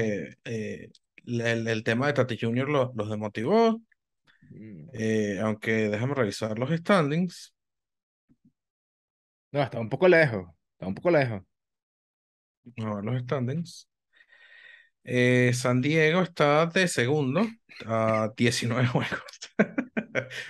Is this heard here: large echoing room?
no